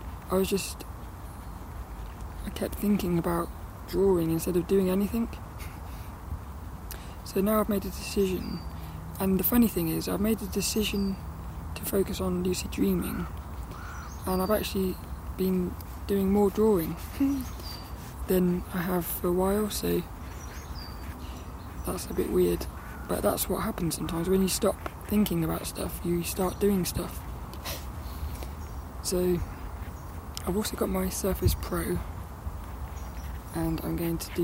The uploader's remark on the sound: do a bit of sketching outside at Saltrum, before my lead runs out